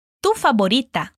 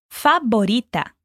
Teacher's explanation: Atenção para a pronúncia do V, que em espanhol tem som de B.